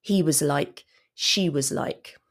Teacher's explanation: Notice I'm using was with the schwa, the short form, not was, but was.